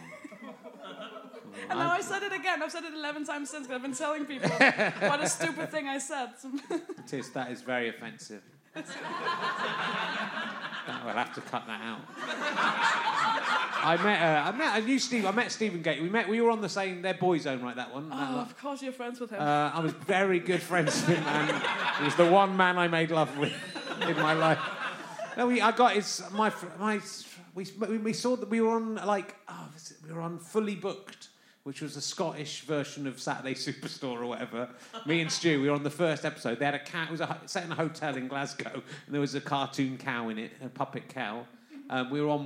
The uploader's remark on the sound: Recorded at the Spike Sligo Festival in West Ireland to a tiny, but enthusiastic crowd. Sorry if the balance is a bit off.